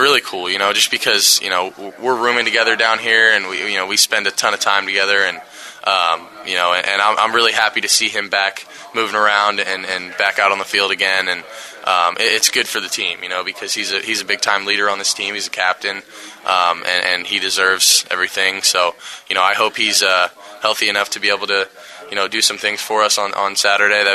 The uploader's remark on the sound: press conference